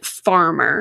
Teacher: And then farmer. So the initial F and then that AR, vocalic R, and the ER. It's a double vocalic R, farmer.